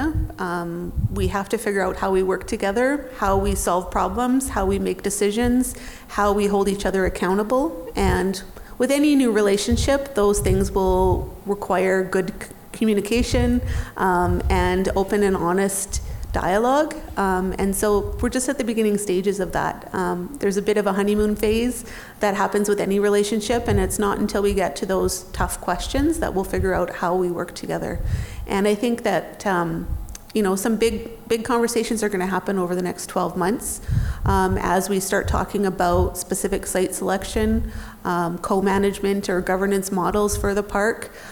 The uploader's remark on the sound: In this live podcast recording. This episode was recorded on September 21, 2023 at the Alfred H.